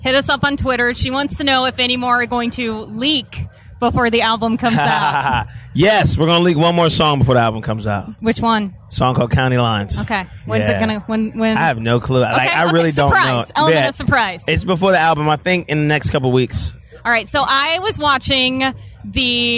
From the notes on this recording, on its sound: backstage at Nashville in the Neighborhood